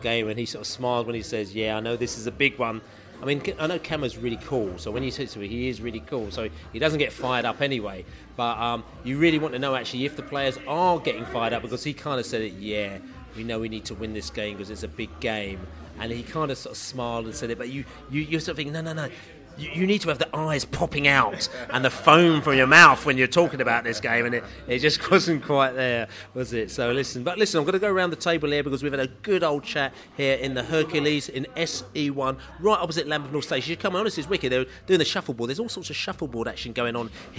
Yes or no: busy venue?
yes